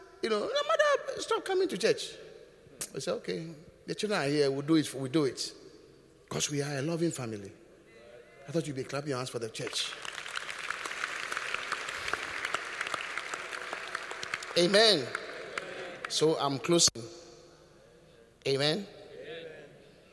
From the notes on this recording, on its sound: Preached at The Qodesh